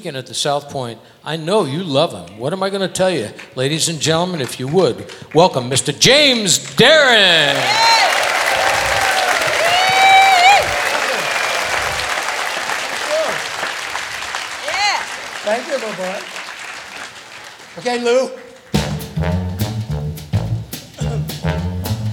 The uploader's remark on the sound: Live at the SouthPoint Casino